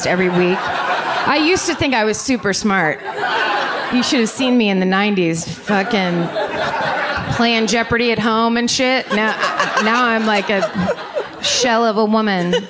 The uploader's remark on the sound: Live from LA Podcast Festival. It's the first ever live My Favorite Murder broadcast from the LA Podcast Festival.